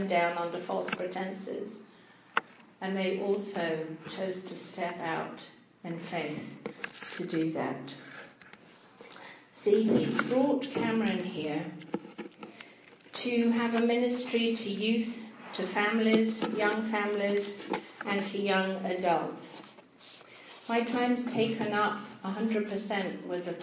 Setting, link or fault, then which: setting, large echoing room